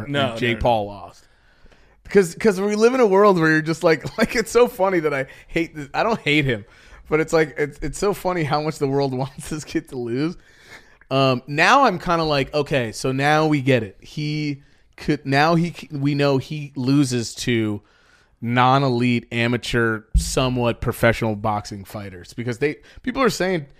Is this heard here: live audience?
no